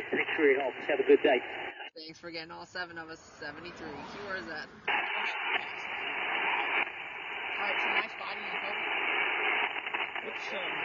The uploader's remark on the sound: In this episode I come to you live from the Stones River National Battlefield national Park.